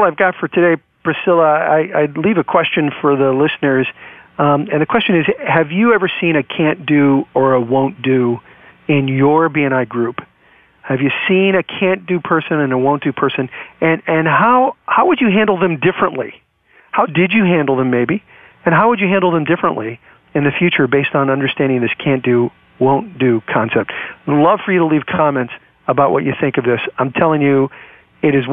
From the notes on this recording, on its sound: I am coming to you from Live Oak Recording Studio in Berkeley, CA. I am joined on the phone today.